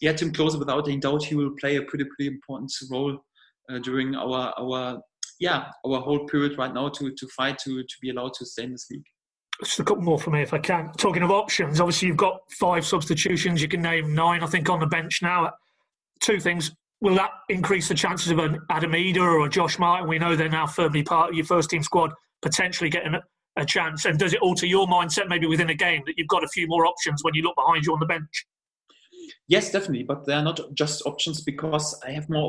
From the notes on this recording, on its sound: video conference with the media